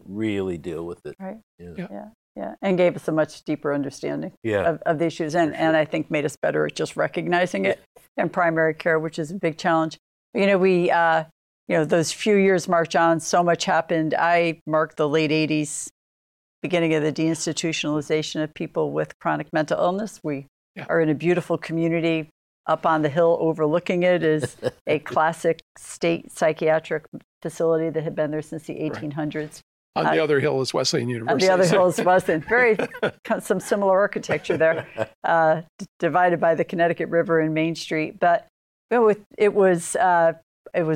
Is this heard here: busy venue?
no